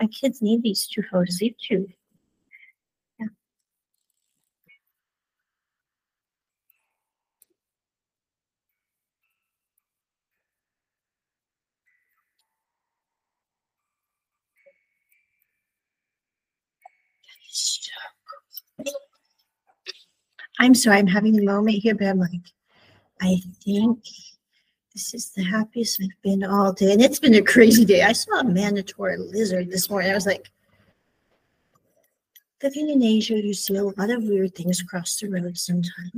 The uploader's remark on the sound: Sorry for the poor audio quality--this was recorded earlier this year and I was still working out audio kinks.